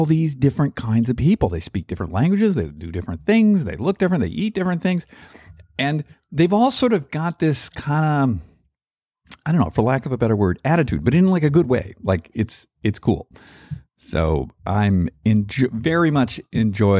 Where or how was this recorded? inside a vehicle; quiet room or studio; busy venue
quiet room or studio